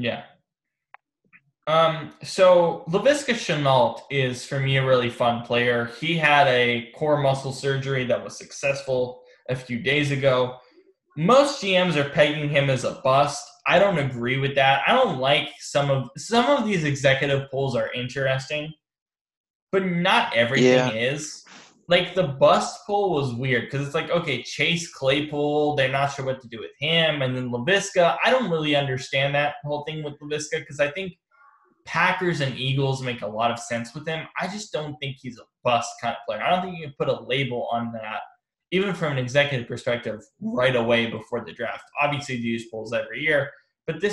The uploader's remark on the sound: on Zoom